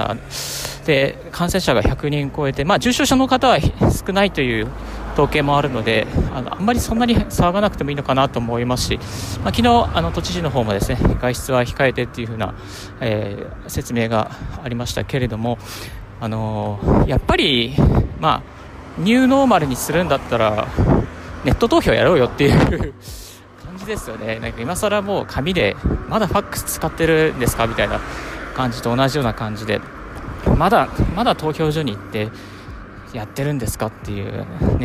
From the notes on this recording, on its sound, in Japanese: 歩きながらラジオ配信